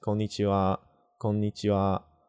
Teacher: So it's a low to high kind of pitch. · Nothing is louder than anything else, so there's no stress · Term: pitch accent